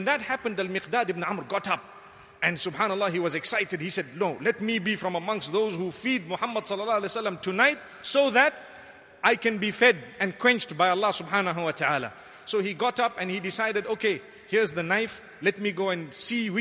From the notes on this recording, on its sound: Delivered at Tuanku Mizan Zainal Abidin Musjid